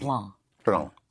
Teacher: Except when you have an N-C, like blanc, B-L-A-N-C, then you don't sound the C